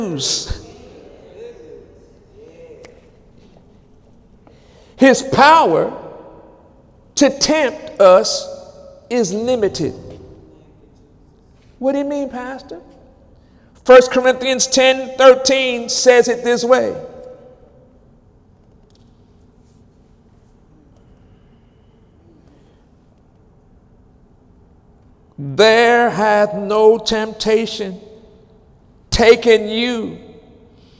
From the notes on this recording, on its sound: During Wednesday night service on August 30, 2017